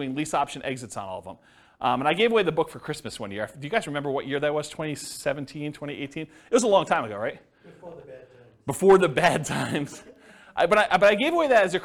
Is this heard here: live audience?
yes